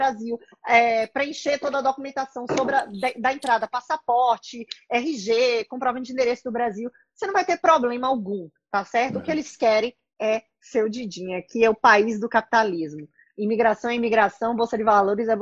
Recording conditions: video call